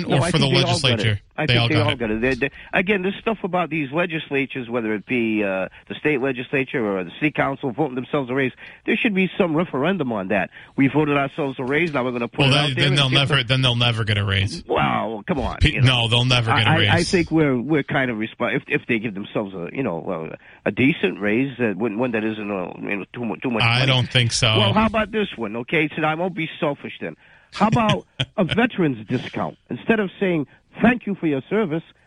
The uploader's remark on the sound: takes calls from the audience